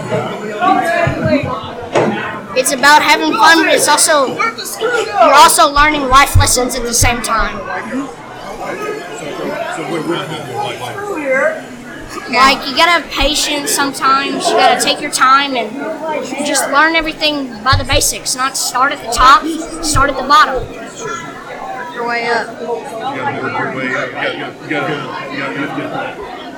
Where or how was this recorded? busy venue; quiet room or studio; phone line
busy venue